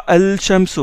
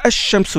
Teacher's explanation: le lam, vous ne le prononcez pas, vous ne dites pas al-shamso, vous dites ash-shamso direct · Shown in: second take · Donc le lam, il entre dans le sha, dans la lettre shin. · Term: lettres solaires